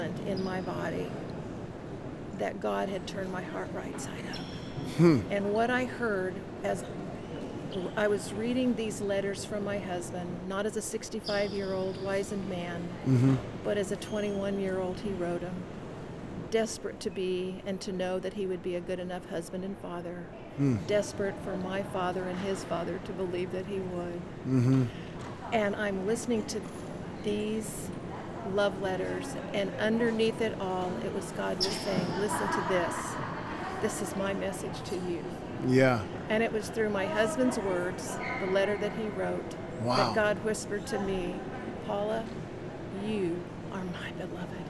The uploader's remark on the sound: LIVE from CPE 2022!